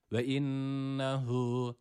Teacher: Mukadder bir met vardır ve bir elif miktarı burada ötreli olan he'yi uzatıyoruz